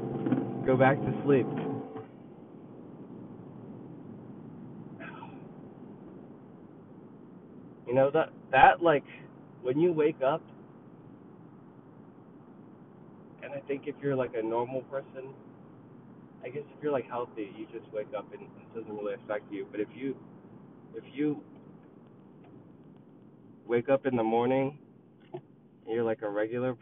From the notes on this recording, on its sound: His commute traveling once again through the streets of LA ranting about Fiats, pets, and recording issues.